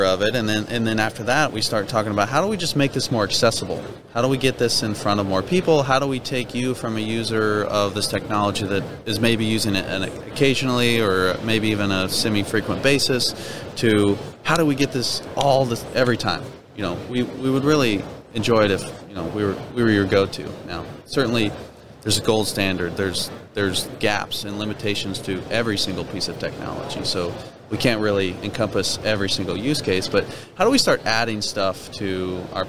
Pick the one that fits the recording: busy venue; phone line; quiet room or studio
busy venue